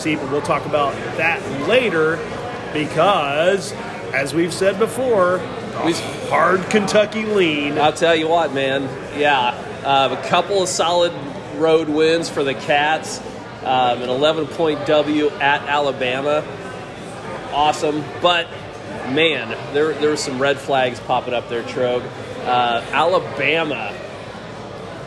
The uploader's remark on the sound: On location from Traders Brewing.